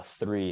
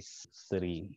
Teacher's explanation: just like Russians would say with a Russian accent, a sa instead of a th · Shown in: second take